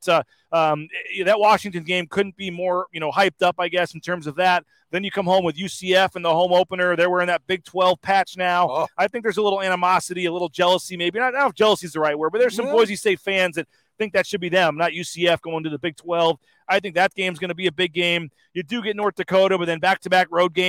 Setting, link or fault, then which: setting, busy venue